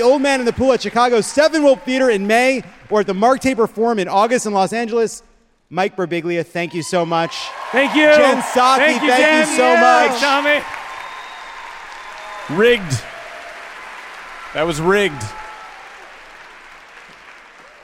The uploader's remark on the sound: Live from D.C.!